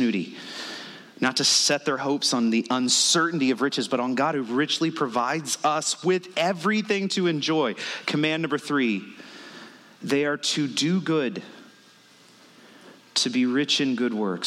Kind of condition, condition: setting, large echoing room